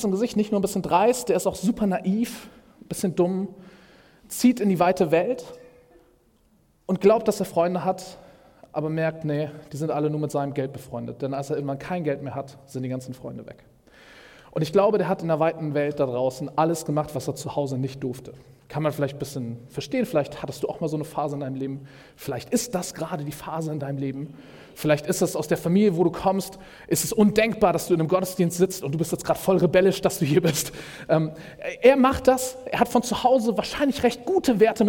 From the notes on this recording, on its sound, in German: Predigt im Rahmen des GreifBar+ Gottesdienstes